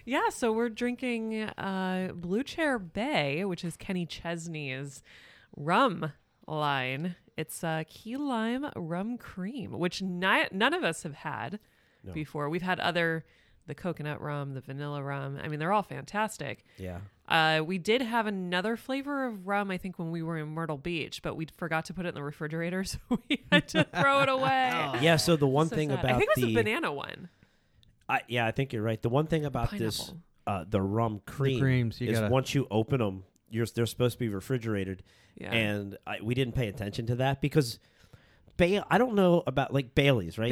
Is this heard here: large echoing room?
no